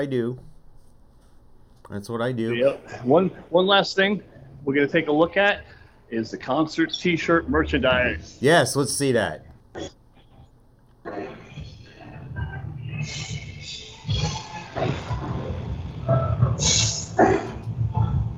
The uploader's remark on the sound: LIVE from MORC 22 Monsters of Rock Cruise 2022